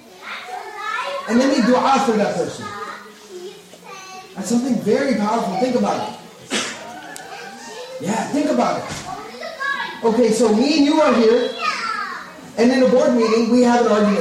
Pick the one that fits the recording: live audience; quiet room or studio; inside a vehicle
live audience